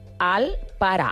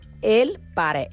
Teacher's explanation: A Catalunya tenim vocals com la A i la E, que són, que poden ser vocals àtones. Això, a Catalunya, es pronuncien igual com una vocal neutra. · Shown in: first take